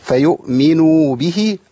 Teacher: صلة يعني ها بمدها مقدار حركتين